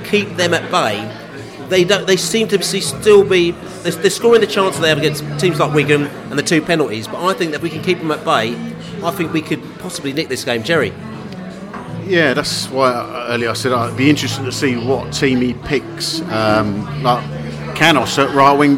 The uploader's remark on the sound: Podcast From the Pub